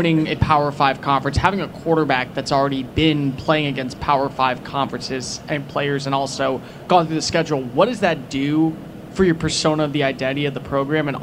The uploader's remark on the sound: press conference at Big 12 Football Media Days